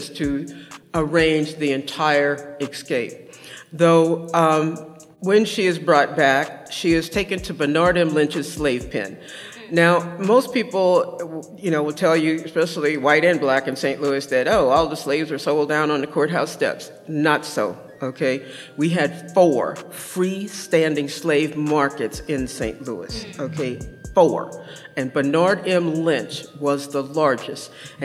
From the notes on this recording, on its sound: Recorded live on April 15, 2023 on site at The Griot Museum of Black History in collaboration with Counterpublic, a civic exhibition that weaves contemporary art into the life of St.